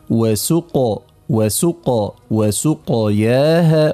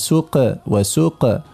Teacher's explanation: فقط عندي ملاحظة تتعلق بحرف القاف، إذا سكن وقلقل يعني صوت القاف تقلقل فإن التفخيم يبقى في القاف بل يزيد · Shown in: first take